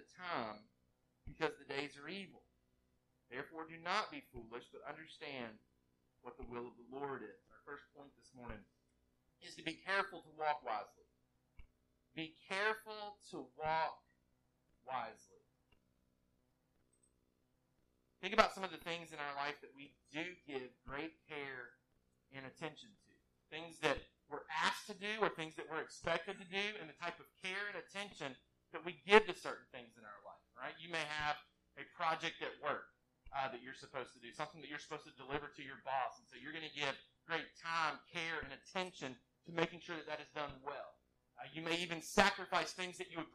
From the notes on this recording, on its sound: WE APOLOGIZE FOR THIS PODCAST'S POOR AUDIO. WE ARE ACTIVELY WORKING TO CORRECT THE ISSUE.